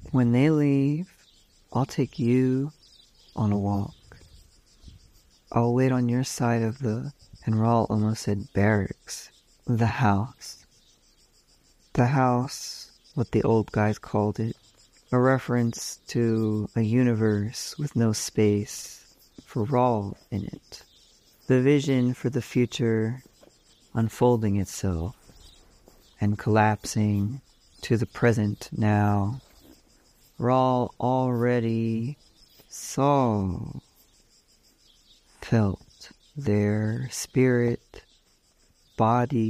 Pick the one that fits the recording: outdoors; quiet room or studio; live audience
outdoors